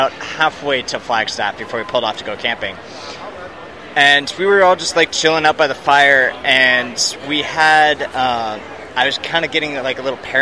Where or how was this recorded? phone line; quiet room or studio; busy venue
busy venue